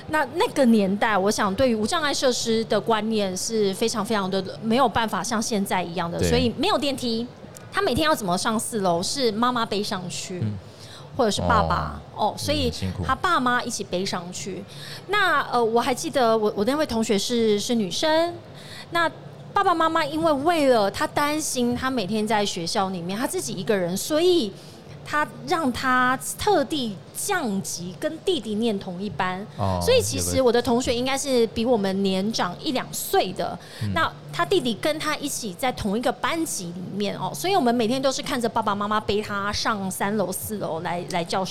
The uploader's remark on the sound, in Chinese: 2022 Medical Taiwan台灣國際醫療暨健康照護展 -Live Podcast